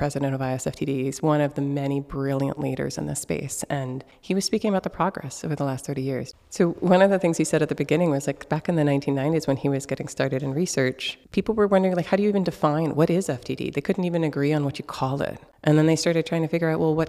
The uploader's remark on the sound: an interview we did at the International Society for Frontotemporal Dementias (ISFTD) Conference in Lille, France